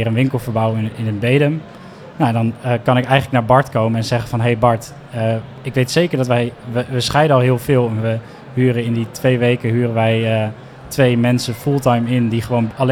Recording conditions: busy venue